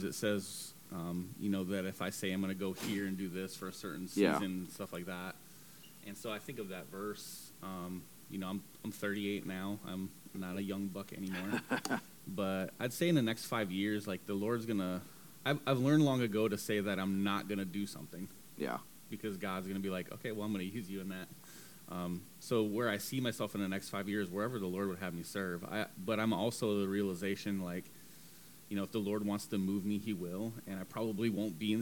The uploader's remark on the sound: Audio a little low, working on that for the next episode.